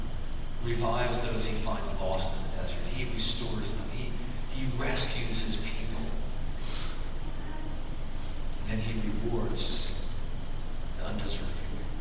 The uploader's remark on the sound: Due to technical difficulties, this Sunday's recording is not up to our normal sound recording standards.